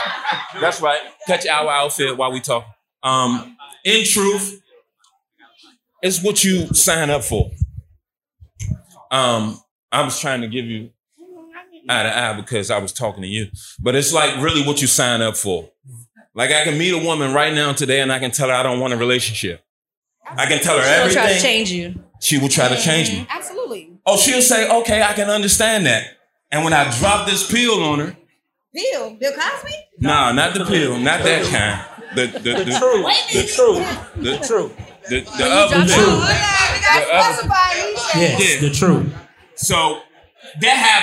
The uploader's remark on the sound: For our first live Event. Live at the Vault Downtown for Fashion Week. Audience Interaction.